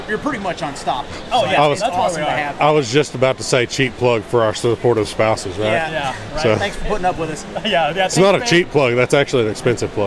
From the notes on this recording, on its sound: interviews from the convention floor